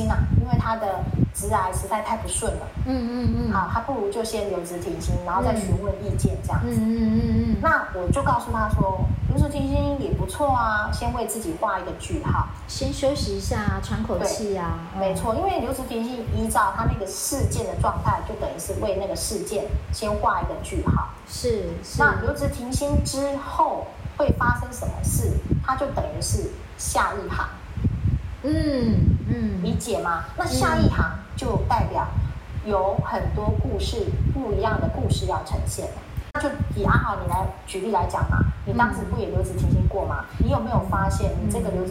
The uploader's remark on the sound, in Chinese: 後製時，發現有些雜音，聽起來沒那麼愉悅，還請聽眾們稍忍一忍